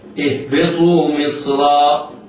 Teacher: أما كلمة مصرا فالراء هنا منونة، وإذا وقفنا عليها نقف بإبدال التنوين ألفا فتبقى الراء كما هي مفتوحة